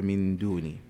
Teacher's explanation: نعم، في قول الله تبارك وتعالى فجعل من دوني، ما حكم النون في قوله تعالى من دوني؟ نون ساكنة أتى بعدها حرف الدال، والدال من حروف الإخفاء